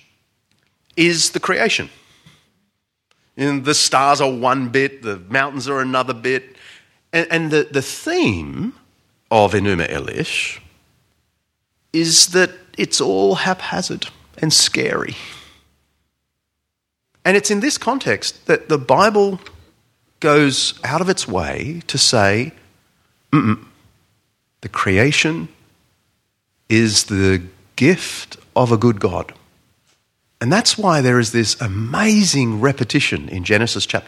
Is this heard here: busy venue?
no